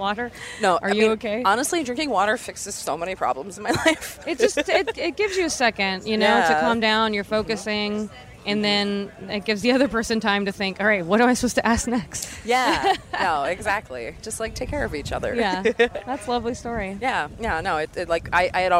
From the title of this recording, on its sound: Live from Warped Tour!